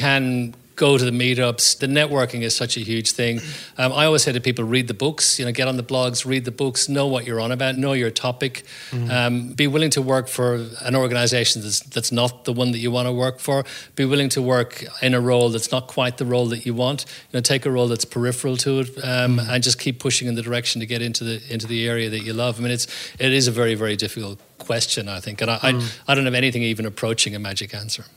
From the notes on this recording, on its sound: Live audience. Our very first live podcast in front of an audience. The show was recorded at the incredible offices of FutureYou, a boutique recruitment consultancy based in downtown Sydney.